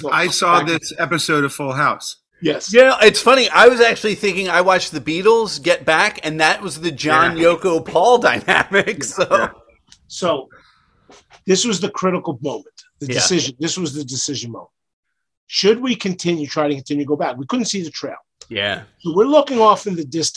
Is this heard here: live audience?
no